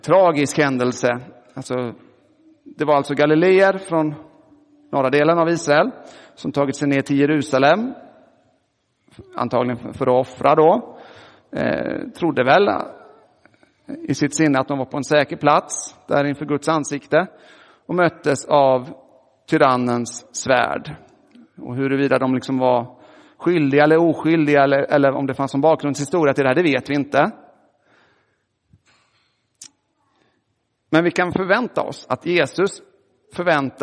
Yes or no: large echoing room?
yes